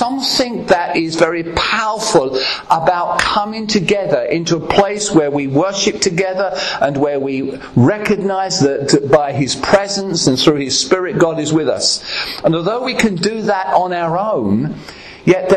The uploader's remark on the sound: at Ashingdon Elim Pentecostal Church